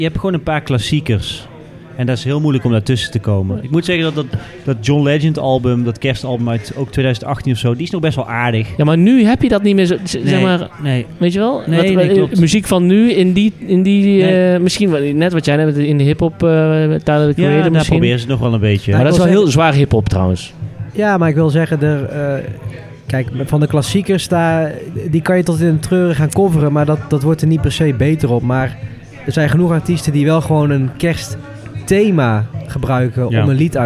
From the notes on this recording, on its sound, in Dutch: live vanuit cafe Steck in Tilburg